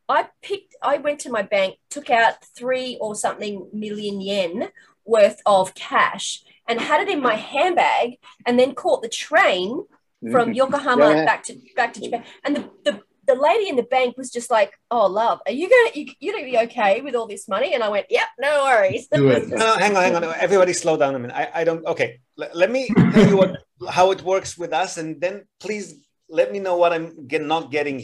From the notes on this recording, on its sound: Watch the Zoom video